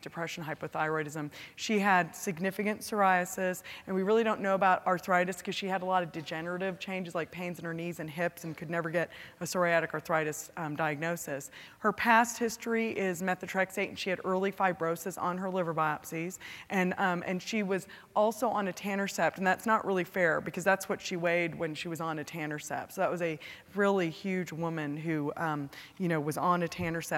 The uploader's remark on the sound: Audio podcast from the 8th Annual SDPA Fall Dermatology Conference in Grapevine, TX.